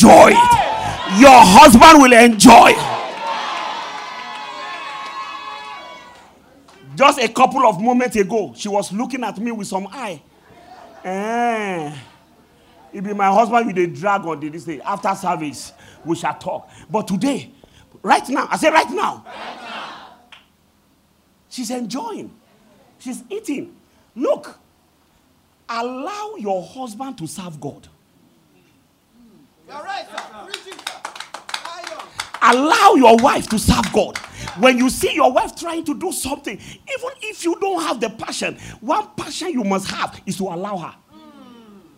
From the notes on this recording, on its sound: at The Greater Works International Convention (GWIC) | Day 4 Evening Session